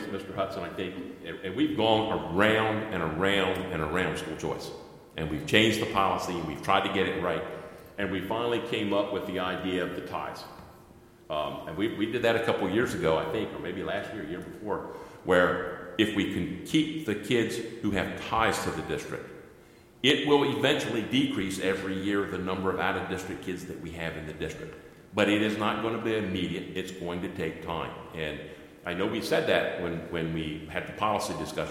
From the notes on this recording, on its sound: An audio recording of the Board of Education regular meeting on August 26, 2019.